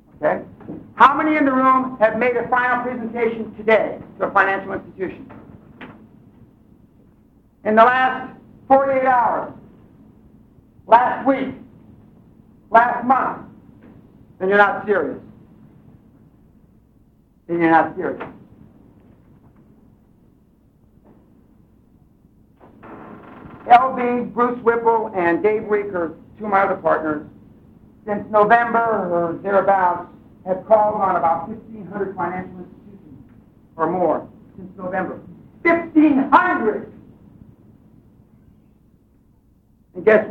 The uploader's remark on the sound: 02 - Live at Harvard. Keynote address presented at the renowned New York City Harvard Club.